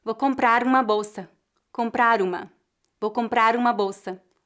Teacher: quando uma palavra termina com a consoante R e a palavra seguinte começa com uma vogal, podemos ligar as duas palavras e a letra R deve ser pronunciada como seria normalmente entre duas vogais